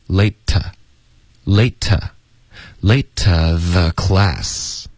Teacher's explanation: late to 这个后面的 to 这个字呢，我们就弱读成特，所以这两个字 late to，我们就实际上会发 later theclass。You were 50 minutes late to the class.看来重点在